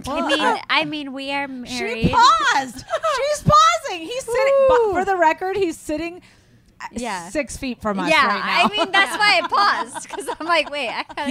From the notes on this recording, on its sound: Live From BravoCon.